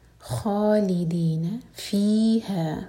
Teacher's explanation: آیا 108, خالدین، خا مبرکر، خالدین فی ہے، فی اور ہے دونوں کو برابر دو دو ہر کلمہ کھینچنا ہے، دونوں مد تبعی ہیں. لا مد تبعی دو ہر کا ضروری ہے، لمبا کھینچنا ہے اس کو، نفی والا لا ہے.